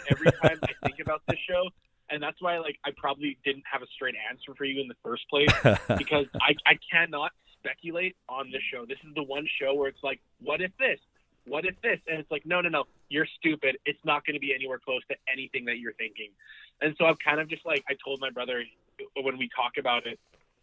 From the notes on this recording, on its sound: The live debate has been put on the shelf for the moment mostly because its impossible to edit and WAY more fun in the same room. On the phone this week are cast members.